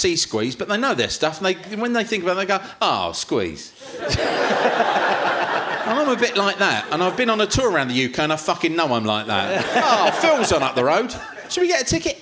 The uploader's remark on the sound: Leicester Square Theatre Podcast.